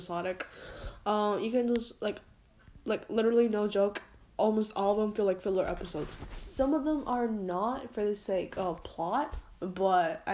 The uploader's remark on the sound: Sorry for the fan background noise